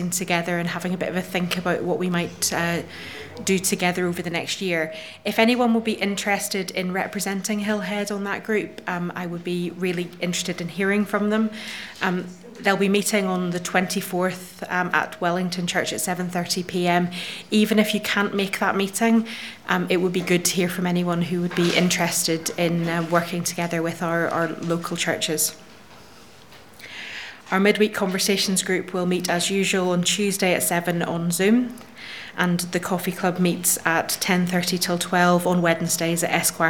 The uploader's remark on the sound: Audio podcast of morning service